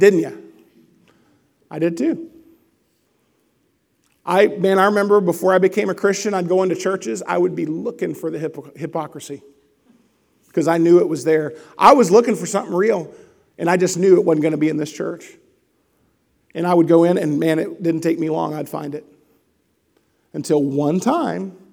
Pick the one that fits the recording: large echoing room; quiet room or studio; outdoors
large echoing room